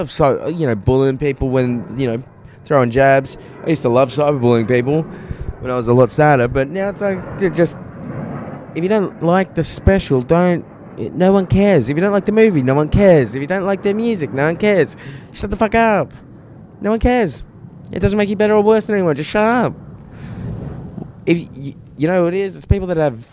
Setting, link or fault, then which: setting, outdoors